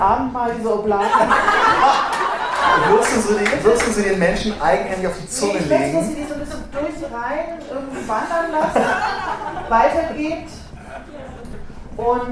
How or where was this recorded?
live audience